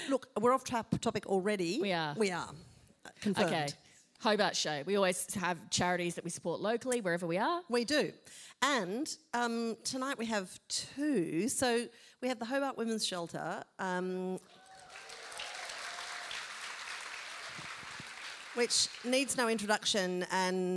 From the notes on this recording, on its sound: Live show recorded at The Theatre Royal, Hobart, Tasmania